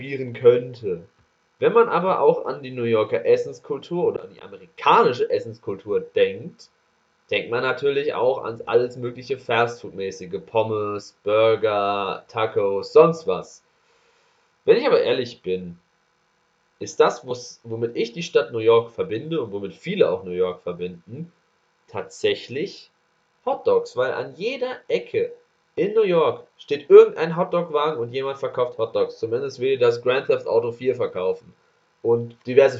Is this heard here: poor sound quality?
yes